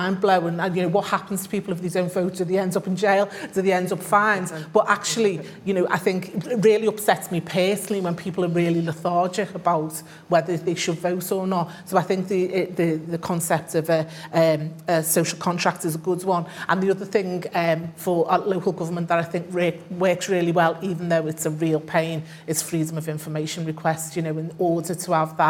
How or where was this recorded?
live audience